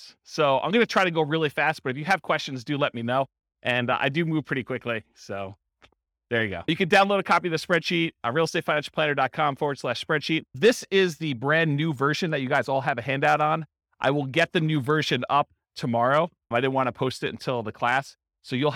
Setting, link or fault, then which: setting, live audience